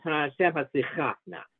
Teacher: Ana Hashem Hatslichana, stress on the last syllable